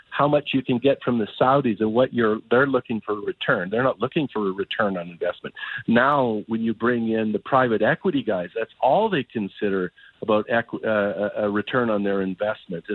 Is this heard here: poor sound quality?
no